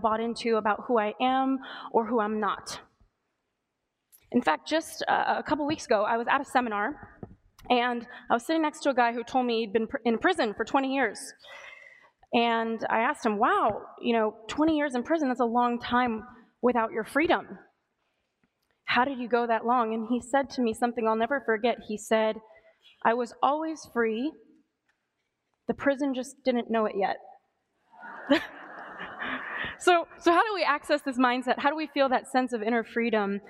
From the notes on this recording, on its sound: Sits down, live, on stage.